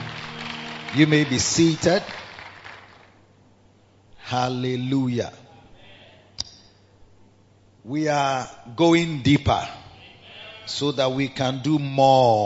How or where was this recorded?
large echoing room